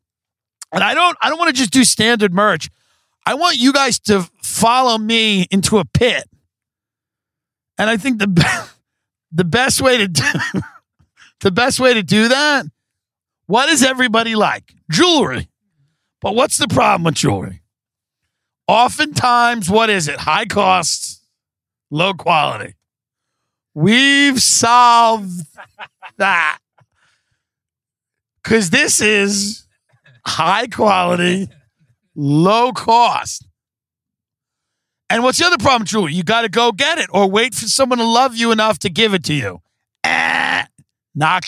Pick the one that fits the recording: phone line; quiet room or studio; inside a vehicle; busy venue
inside a vehicle